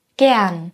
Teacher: Wir sagen nicht gern oder gern, sondern wir sagen gern, gern. Bei dem vokalisierten R ist die Zungenspitze unten und bei N ist sie oben. Gern, gern, gern. · Term: vokalisierte R